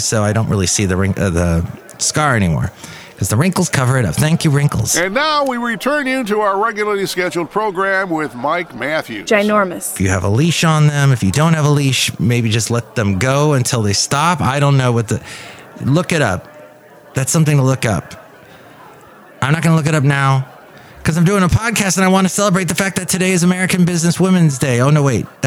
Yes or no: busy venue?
yes